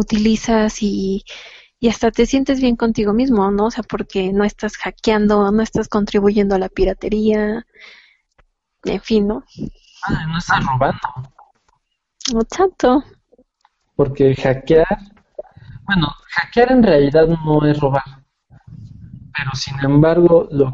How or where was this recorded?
video call